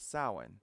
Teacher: the MH in the middle of a word indicates a pause or a break between syllables and takes on the W sound in Irish Gaelic